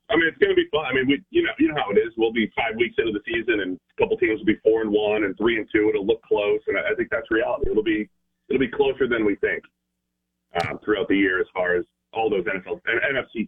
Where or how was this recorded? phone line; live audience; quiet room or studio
phone line